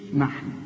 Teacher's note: شوف النون هنا، الحاء، النون الثانية، كل الحروف مرققة